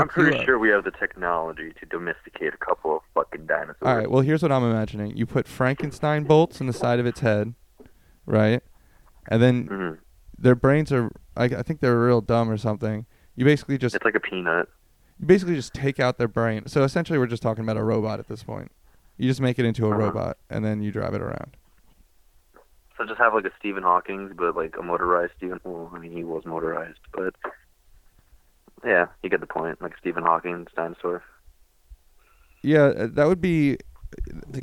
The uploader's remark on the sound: a co-worker who gets on the phone